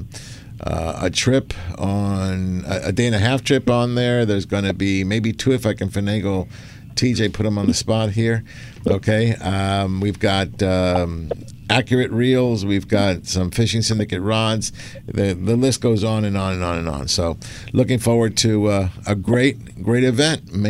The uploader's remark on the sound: "LIVE" from Angel Stadium in Anaheim, CA